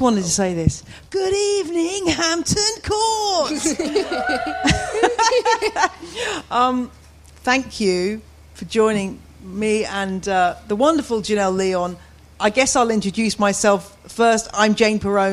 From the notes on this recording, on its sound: In a live recording at the Hampton Court Palace Garden Festival.